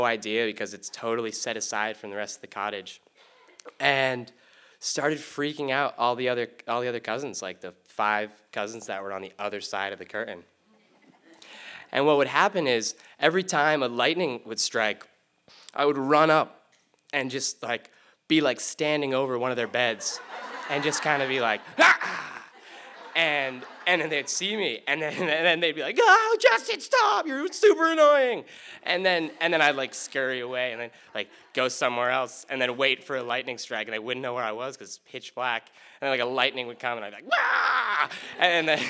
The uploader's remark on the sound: Recorded in front on a live audience on August 31st, 2016 at Payomet Center for the Performing Arts in Truro, Cape Cod.